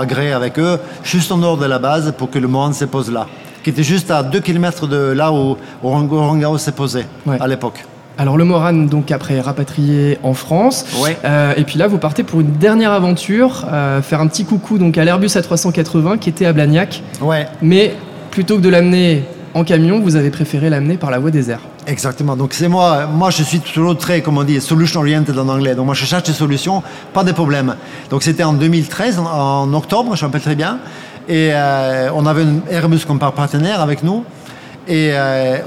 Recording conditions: live audience